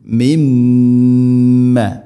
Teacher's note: മിൻ സുക്കൂനുള്ള നൂന് ശേഷം മീം, നൂനിനെ മീമിലേക്ക് ഇദ്ഗാം ചെയ്യണം, കൂട്ടി ലയിപ്പിച്ച് മണിച്ചുകൊണ്ട് ഉച്ചരിക്കണം